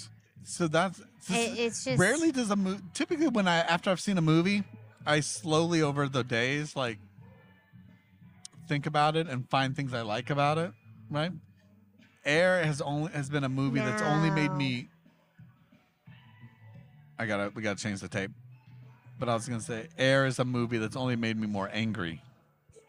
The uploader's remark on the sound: This episode was recorded at Common Dialect Beerworks in Tampa, Florida